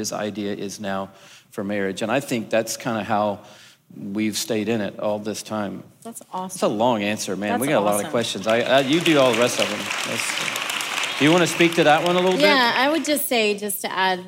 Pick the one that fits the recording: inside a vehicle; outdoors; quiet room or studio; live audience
live audience